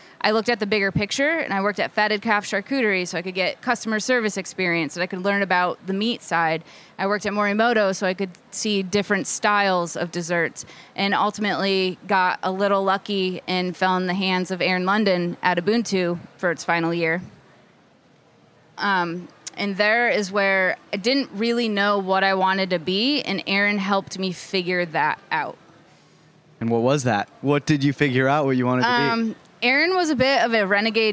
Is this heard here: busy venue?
yes